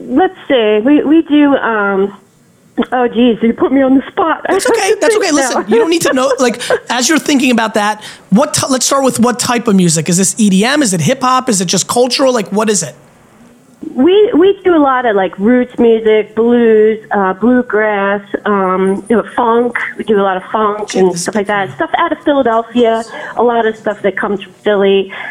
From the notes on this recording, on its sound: The call-in questions were phenomenal.